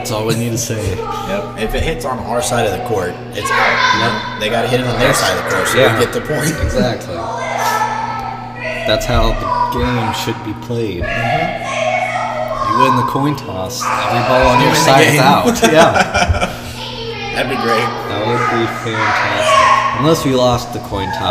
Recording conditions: sounds in the background